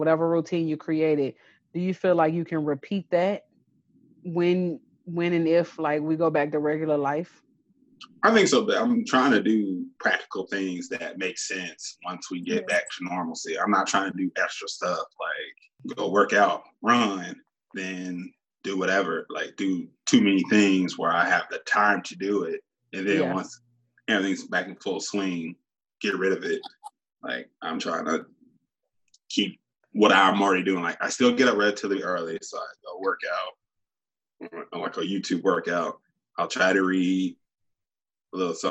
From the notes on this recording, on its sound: With the implementation of social distancing we've taken to video chatting to record our episodes.